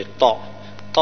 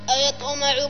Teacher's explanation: الطاء طا فيها قلقلة وإطباق